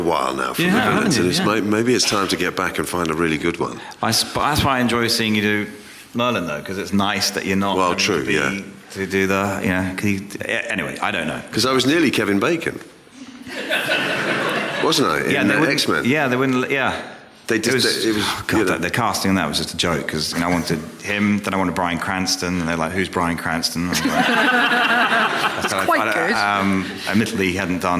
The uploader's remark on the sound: A few hundred lovely Empire readers – as we record our podcast live on stage, from the London Podcast Festival in the extremely shiny King's Place.